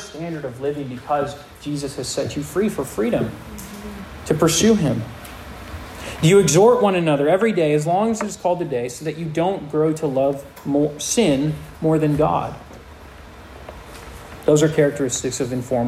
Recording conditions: live audience